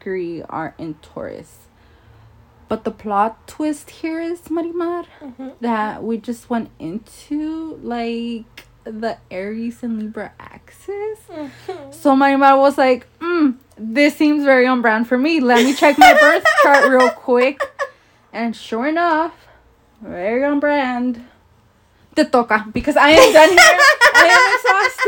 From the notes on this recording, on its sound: trigger warning: loud noises and loud loling